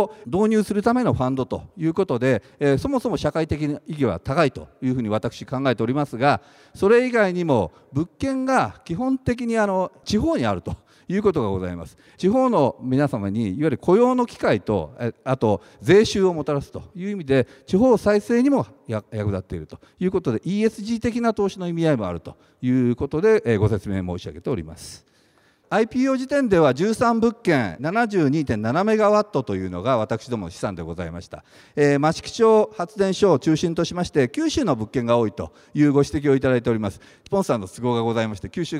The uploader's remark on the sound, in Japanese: 2月24日に東京証券取引所で開催した「J-REITファン2018」。IRセミナーをダイジェスト版でお送りします。